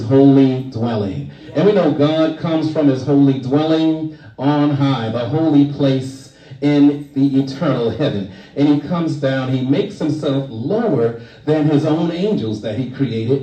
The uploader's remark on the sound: shared this message live at the Island Nursing and Rehabilitation Center of Farmingville, NY.